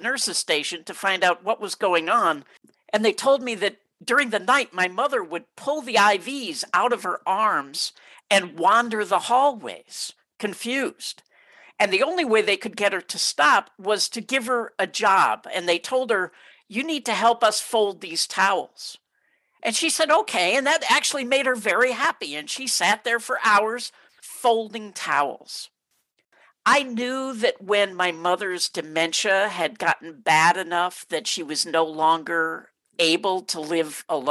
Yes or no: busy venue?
no